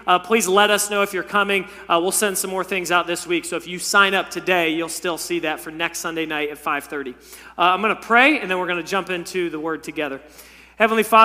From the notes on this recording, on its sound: This message was preached on January 8, 2023 at FIVE39 Church.